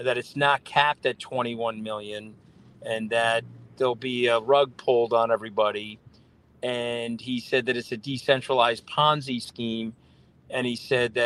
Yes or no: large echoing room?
no